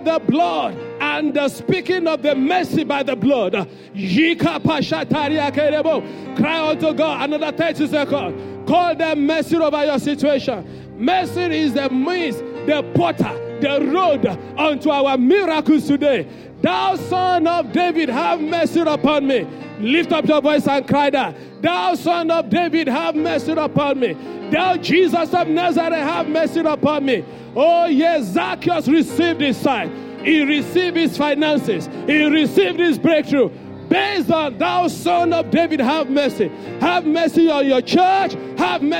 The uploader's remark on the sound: Sunday Service message preached. Fountain of Love, RCCG Aberdeen, UK.